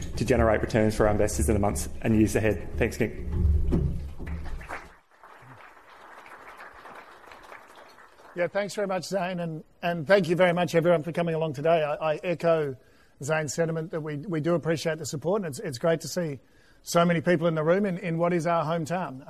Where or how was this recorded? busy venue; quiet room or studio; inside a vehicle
busy venue